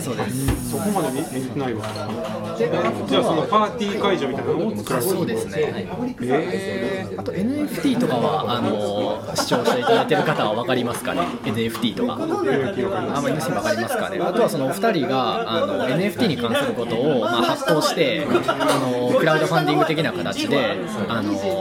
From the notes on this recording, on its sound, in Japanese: 店内の音声が入っておりお聴き苦しくなっています。申し訳ありません。